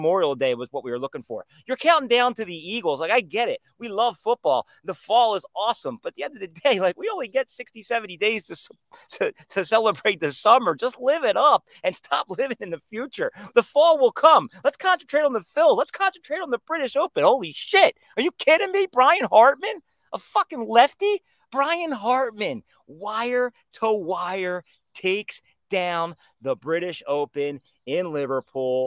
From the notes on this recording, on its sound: Coming to you live from outside